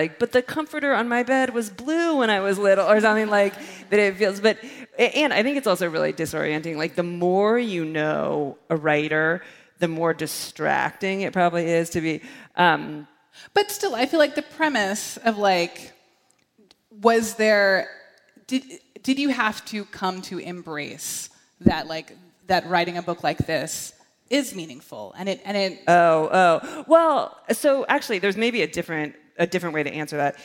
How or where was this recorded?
live audience